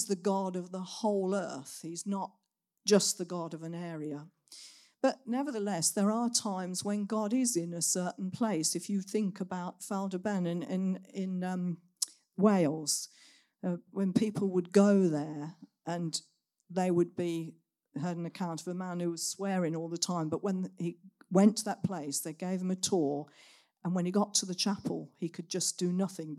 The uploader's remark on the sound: Recorded at Saxon Hall on Sunday 15th October 2023.